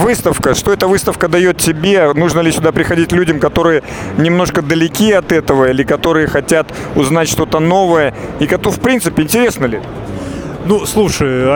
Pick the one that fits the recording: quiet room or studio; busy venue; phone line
busy venue